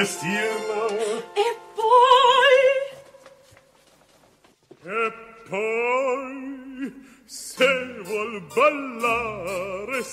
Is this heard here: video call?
no